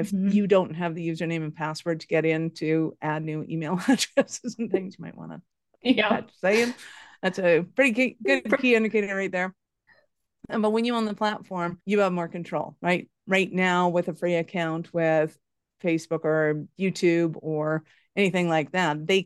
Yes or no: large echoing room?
no